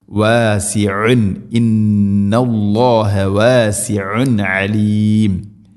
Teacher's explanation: ഐനിൻ്റെ മഖ്റജ് തൊണ്ടയുടെ മധ്യഭാഗം, കൃത്യമായിട്ട് ശ്രദ്ധിച്ച് പറയണം.